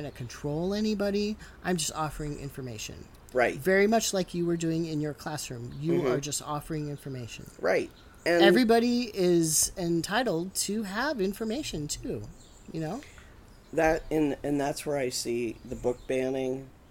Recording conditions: sounds in the background